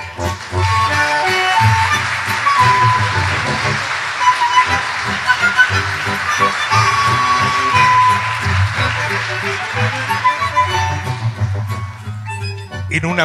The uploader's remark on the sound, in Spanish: Celebró este miércoles sus 73 años al aire en el Centro Cultural Kirchner. Ante un auditorio colmado, un elenco de primeras figuras.